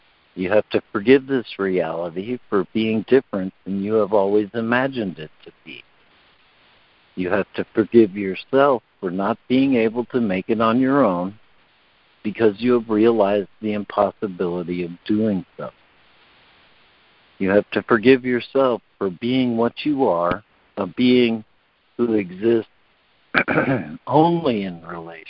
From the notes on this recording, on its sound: ACIM Daily Conference Call.